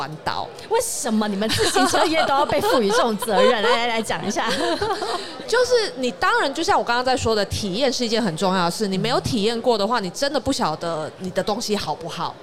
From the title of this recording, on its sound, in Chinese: 2022 Taipei Cycle台北國際自行車展-Live Podcast